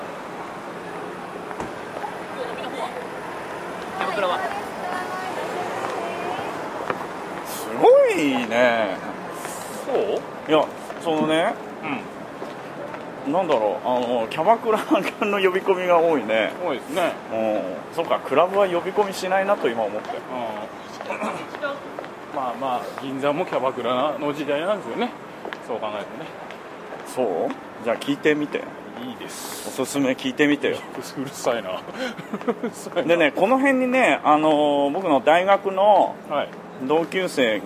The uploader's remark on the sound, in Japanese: 新橋～銀座～東京駅と歩きながら収録を行いました。